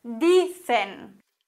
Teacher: Hier haben wir jetzt ein Wort, das auf N endet. Und auch hier wird die vorletzte Silbe betont und wir haben keinen Akzent.